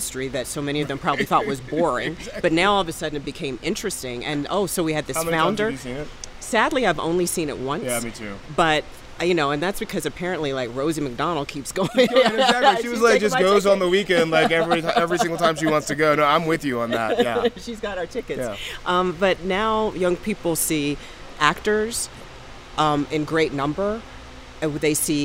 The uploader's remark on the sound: TAKEOVER is a special series of episodes that puts you on the ground during the Aspen Ideas Festival in Aspen, Colorado.